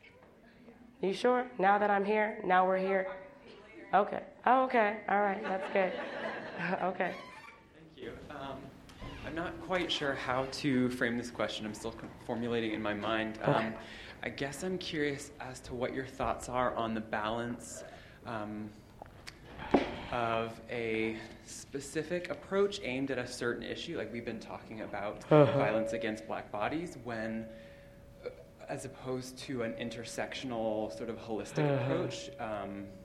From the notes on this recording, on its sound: at Kane Hall on October 12, 2016